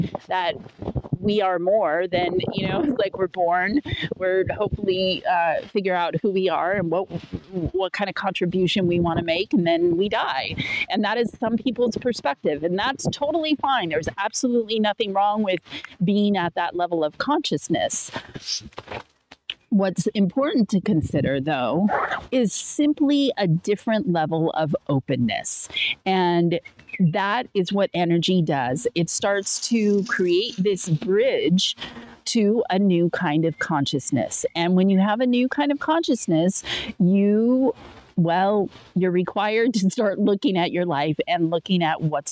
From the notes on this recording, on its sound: raw and uncut solo podcast recorded outside on a stormy day